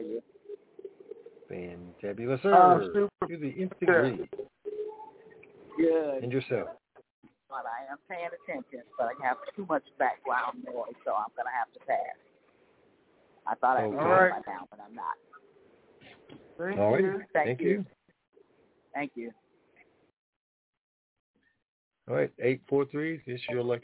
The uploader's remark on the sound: TNTSuperfantastic Conference Call